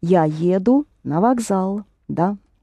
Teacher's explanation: jedu, pronounce it accenting the first vowel